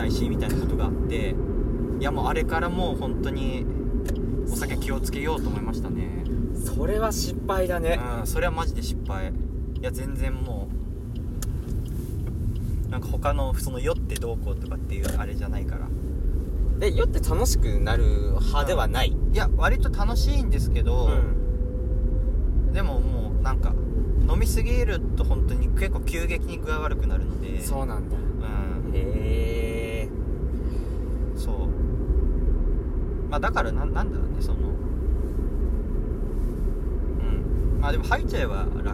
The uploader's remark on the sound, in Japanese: 運転中に収録しているため聞き苦しい部分があると思います...